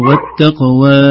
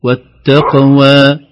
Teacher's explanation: ما نمد مد طويل، ما نقول والتقوى، لا والتقوى ومد طبيعي · Shown in: second take